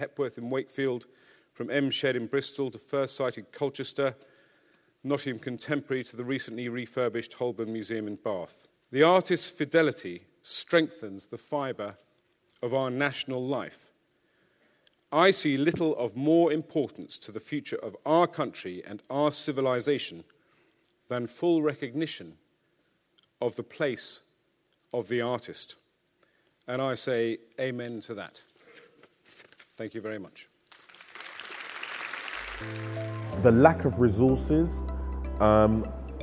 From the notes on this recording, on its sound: State of the Arts 2012 conference. This podcast features highlights from the day long conference. It took place at The Lowry in Salford.